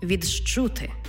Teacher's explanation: Пишемо «підживити», вимовляємо «підживити». «Ди» і «чи». Коли вони стоять поруч, утворюється звук «джи-чи».